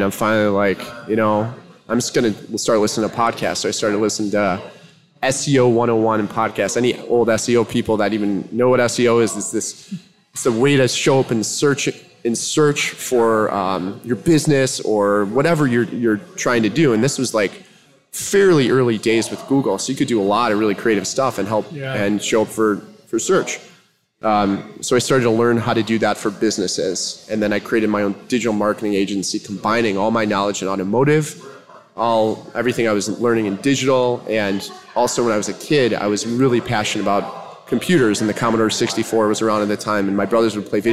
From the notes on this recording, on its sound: Today we’re sharing our first live podcast, from Naperville, Illinois